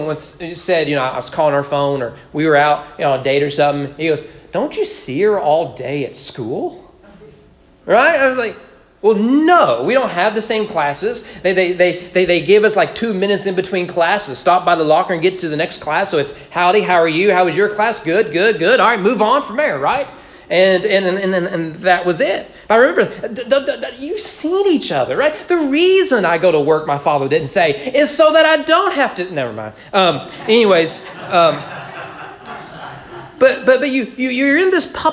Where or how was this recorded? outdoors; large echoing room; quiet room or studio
large echoing room